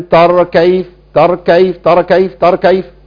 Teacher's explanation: بيسكنوا الراء وده ما ينفعش